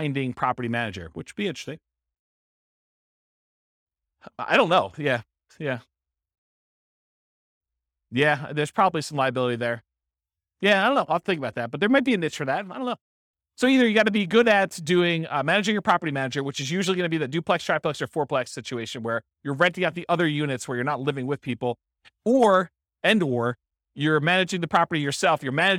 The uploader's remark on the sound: This was a live class recorded